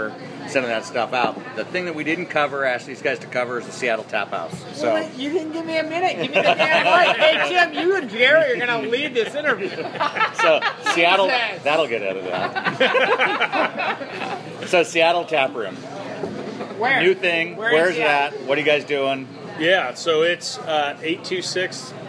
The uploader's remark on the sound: This interview was recorded from their patio at the pub a day before the Fresh Hop Ale Festival